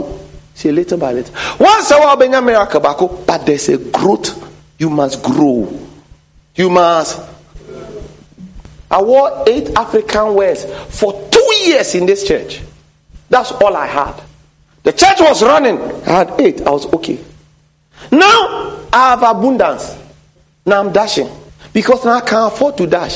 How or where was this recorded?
large echoing room